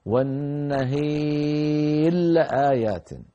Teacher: يدغم الراء في اللام فيصير النطق بلا مشددة وتبقى الإمالة